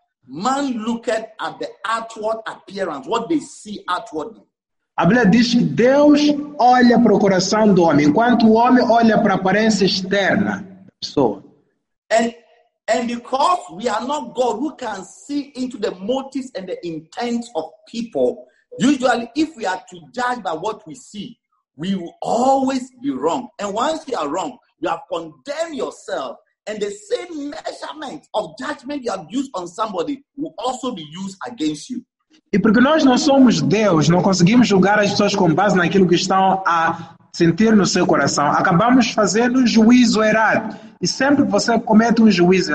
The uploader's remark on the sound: ZOOM CAMPUS SERVICE.